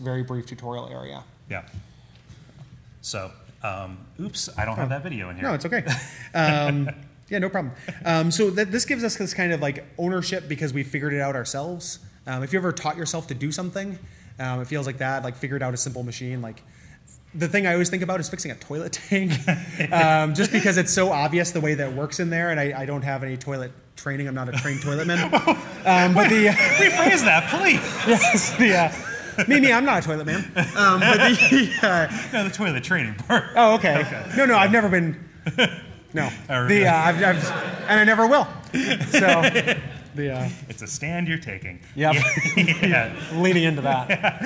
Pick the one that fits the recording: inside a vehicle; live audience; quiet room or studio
live audience